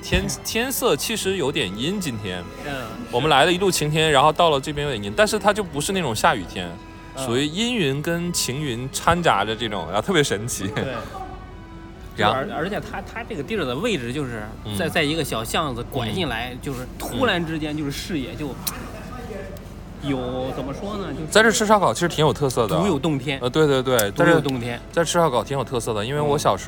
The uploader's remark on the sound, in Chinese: 在淄博博山区的现场报道